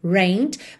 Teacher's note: No passado, rained, escreve rained, mas o E não é pronunciado, tá? Então você vai direto do N para o D. Rained, mas você não pode dizer simplesmente rained.